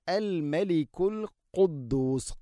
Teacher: ഖാഫ്, തൊണ്ടയുടെ മുകൾ ഭാഗവും കഴിഞ്ഞ് ചെറുനാക്ക്